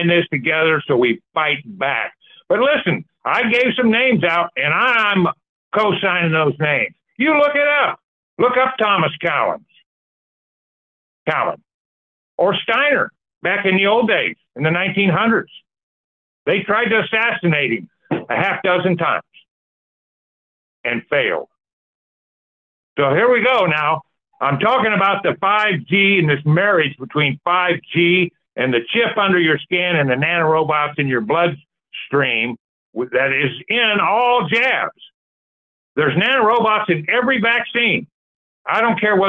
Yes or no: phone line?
yes